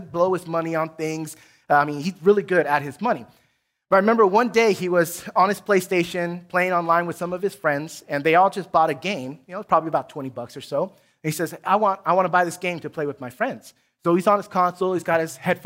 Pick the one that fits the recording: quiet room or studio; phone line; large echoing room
large echoing room